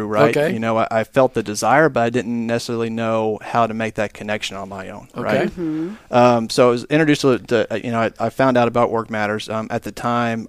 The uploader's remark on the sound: Gathering in the Workmatters Conference in Rogers, Arkansas.